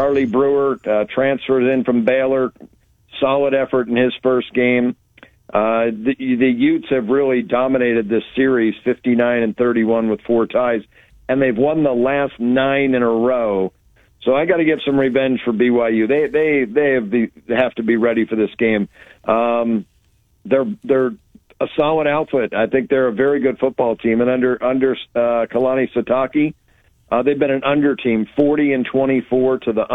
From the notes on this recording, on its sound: Cy-Hawk week talk & phone calls.